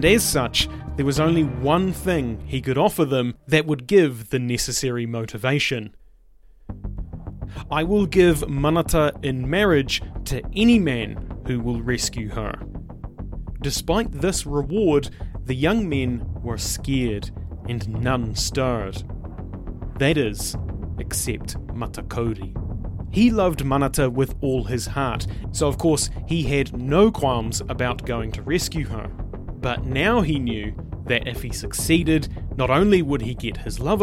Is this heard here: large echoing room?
no